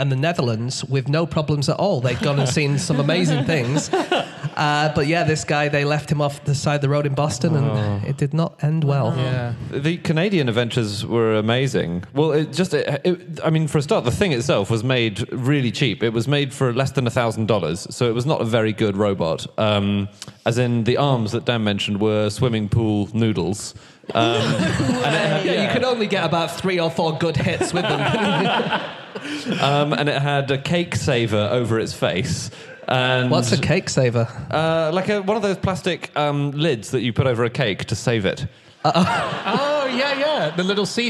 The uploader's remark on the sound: Live from Birmingham